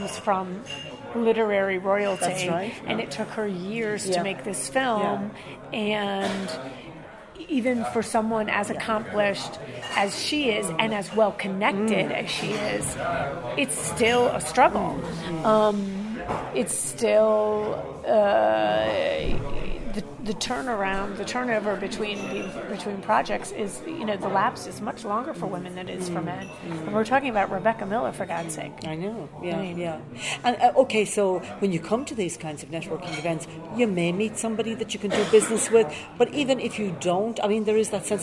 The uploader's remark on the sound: This podcast section was recorded live at WIFT International's Future of Storytelling event.